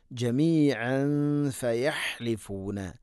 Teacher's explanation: തൻവീന് ശേഷം ഫ വന്നാൽ ഇഖ്ഫ ബിഗുന്ന അവ്യക്തമാക്കി മണിക്കണം.